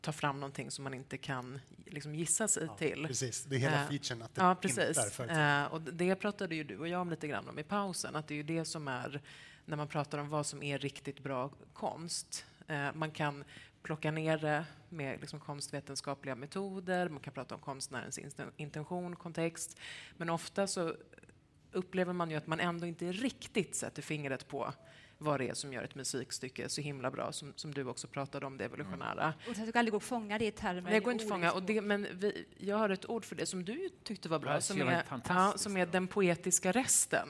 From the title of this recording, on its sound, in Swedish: Bonusavsnitt live